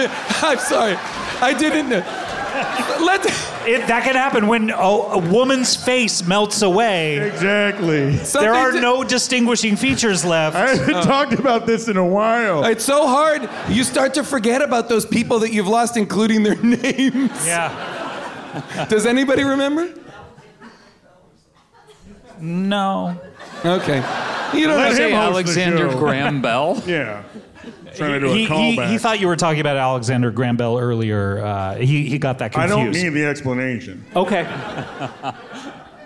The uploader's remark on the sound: Recorded live at the Bell House in Brooklyn, NY.